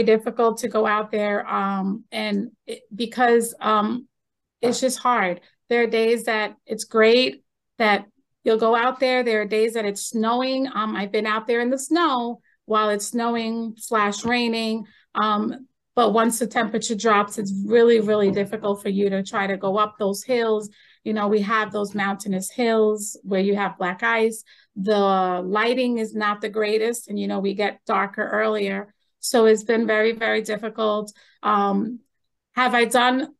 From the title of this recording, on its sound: Zoom with Czarny Village candidates